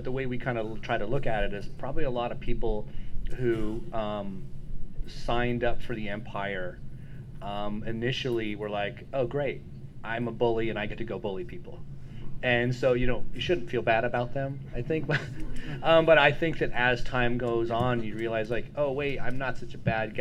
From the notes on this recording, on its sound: Dragon Con Panel.